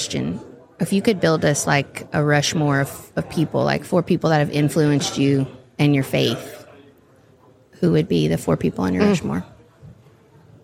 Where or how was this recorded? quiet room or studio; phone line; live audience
live audience